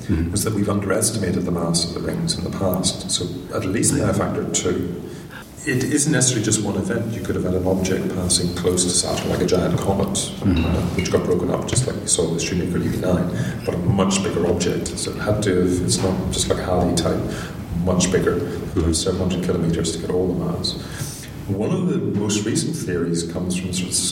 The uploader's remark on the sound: This interview was recorded during the National Astronomy Meeting in Manchester in March 2012.